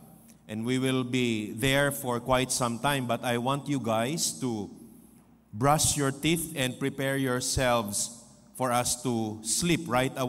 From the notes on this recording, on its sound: This podcast was recorded live last June 18, 2023 at Zamboanga City Alliance Evangelical Church.